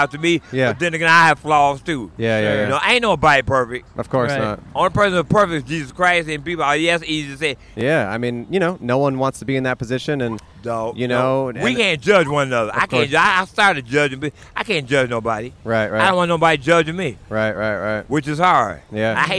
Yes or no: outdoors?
yes